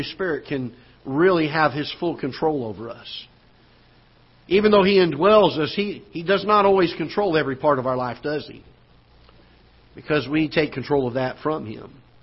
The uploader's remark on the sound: Ketha Heights Baptist Church ~ Live Broadcast